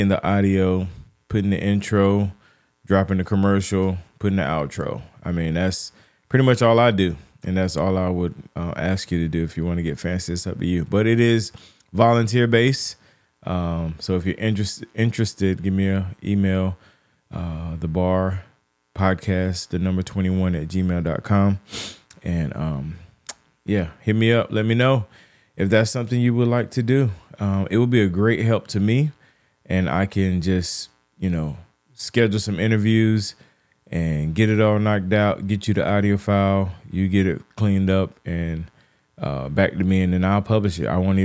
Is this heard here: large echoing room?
no